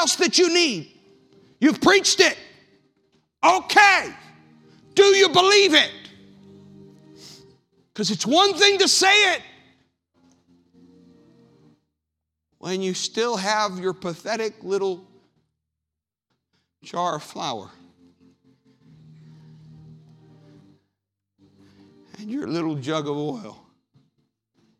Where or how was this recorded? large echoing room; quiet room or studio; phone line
large echoing room